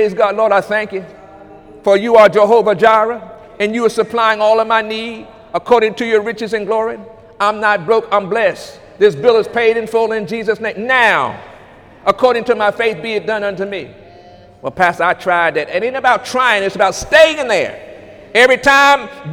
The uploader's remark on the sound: During Sunday morning service on August 26, 2018